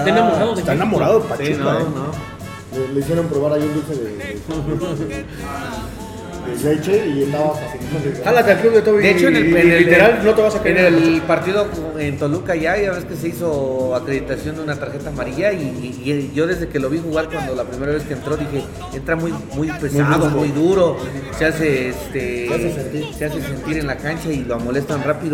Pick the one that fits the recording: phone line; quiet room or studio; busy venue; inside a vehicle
busy venue